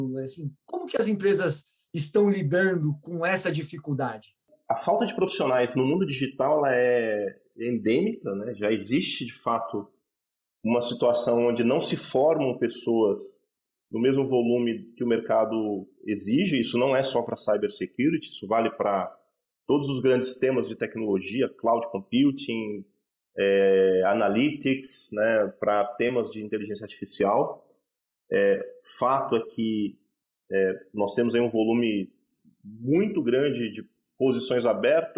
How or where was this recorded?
video call